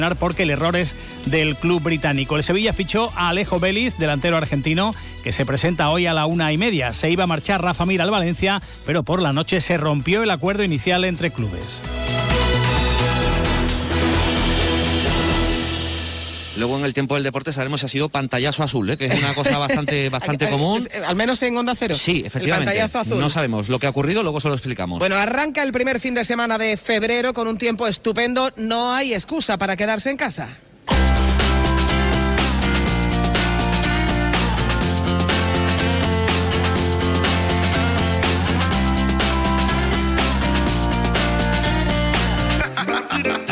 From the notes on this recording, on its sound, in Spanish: Hoy programa en directo desde el Hospital Quironsalud Infanta Luisa.